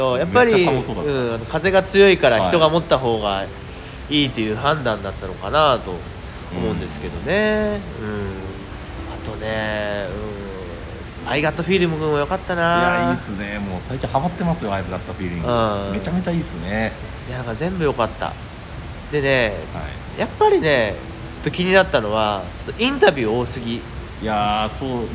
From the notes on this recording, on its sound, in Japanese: 野外でこのPodcastを収録しました。映画館で『Get Back』を見た直後で野外収録！